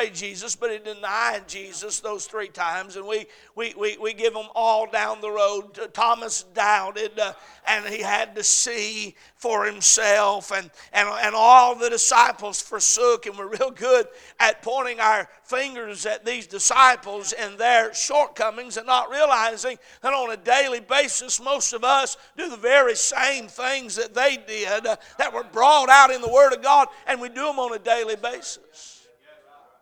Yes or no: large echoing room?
yes